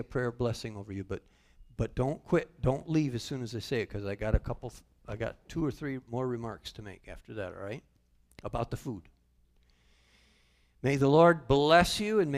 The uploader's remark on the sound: Calvary Assembly of God live Stream